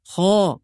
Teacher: والصواب أن الخاء المفتوحة مفخمة